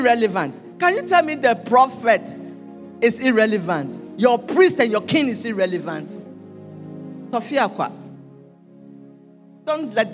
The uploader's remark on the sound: Sermon preached at CBC Shiashie Campus